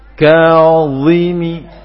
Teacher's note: ketika membaca ka suaranya terbawa ke arah dha